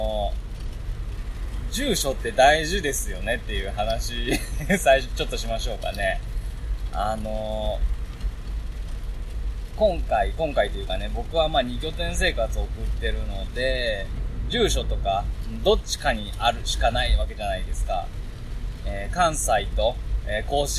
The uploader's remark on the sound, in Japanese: 車内雑音ラジオ。